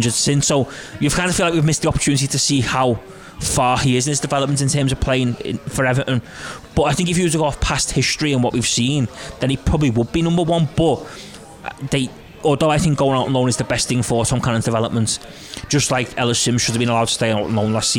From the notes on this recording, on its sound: take a break from the Liverpool ECHO office and head to Lovelocks Coffee Shop